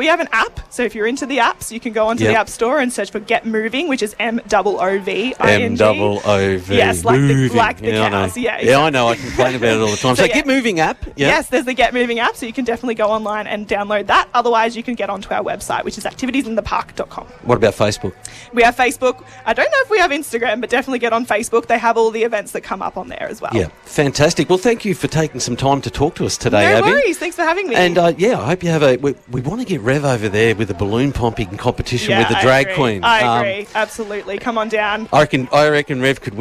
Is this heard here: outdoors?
yes